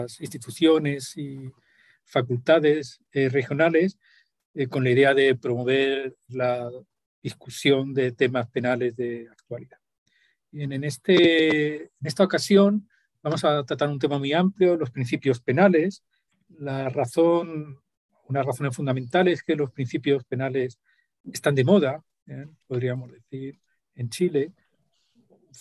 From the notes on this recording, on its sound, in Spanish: Actividad organizada por la Facultad de Ciencias Jurídicas y Sociales de la Universidad Austral de Chile y por el Instituto de Ciencias Penales. La presentación online se realizó.